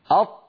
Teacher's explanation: هناك هواء يريد أن يخرج ولكن المخرج أمامه مقفول تماما